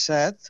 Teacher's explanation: en català central es pronuncia en veu oberta